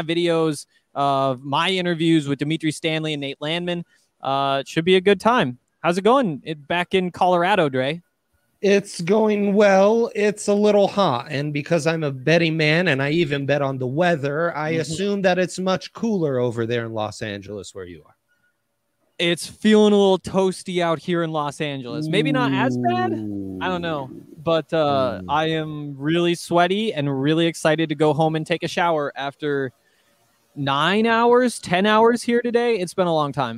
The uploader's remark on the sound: LIVE from Pac-12 Media Day